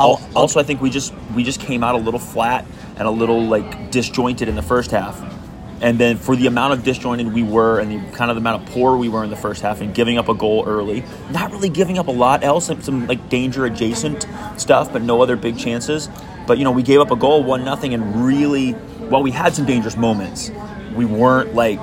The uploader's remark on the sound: While sitting in San Diego International Airport (apologies for the background noise).